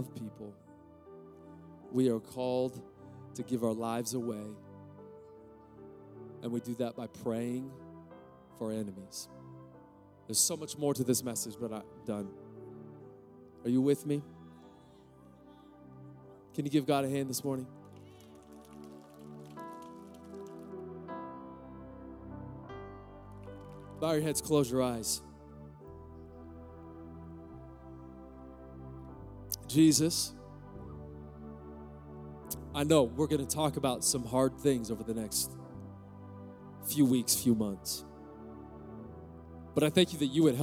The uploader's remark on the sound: Recorded live at Capital Church, from the Church on the Lawn Series.